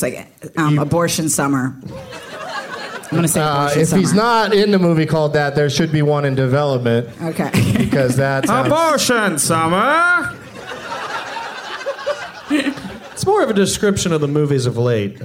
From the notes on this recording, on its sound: Live from the Plaza Hotel in Las Vegas.